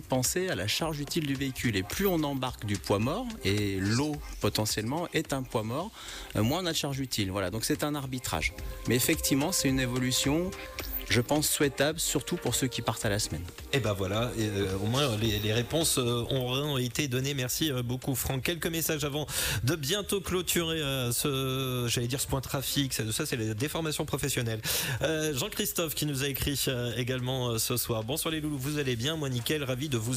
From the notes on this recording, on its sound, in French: Étaient à l’arrivée de la caravane Renault Trucks, pour une émission en direct d’un distributeur/réparateur, Bayi Trucks, au sud de la ville.